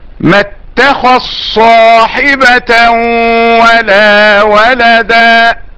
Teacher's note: إدغام الذال في الصاد